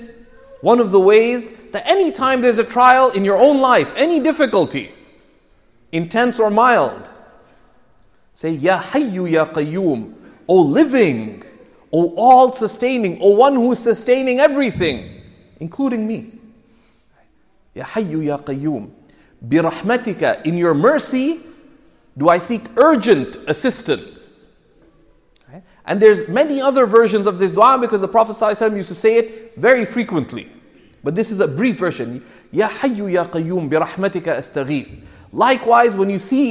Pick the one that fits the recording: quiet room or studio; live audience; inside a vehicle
live audience